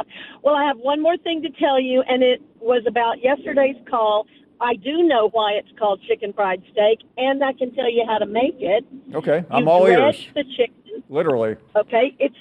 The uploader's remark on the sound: We wrap the show up with an hour of your phone calls